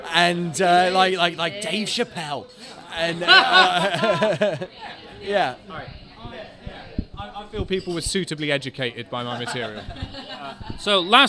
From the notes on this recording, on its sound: Recorded live at the Kingdowns Wine Vaults.